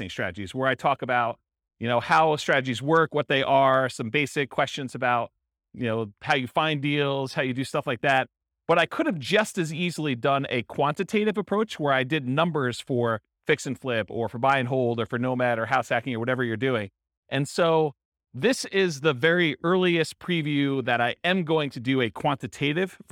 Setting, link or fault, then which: setting, live audience